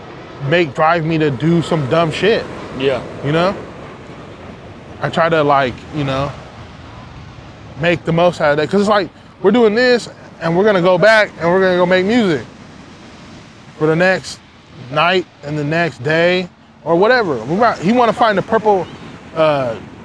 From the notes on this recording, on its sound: Recorded live on Revere Beach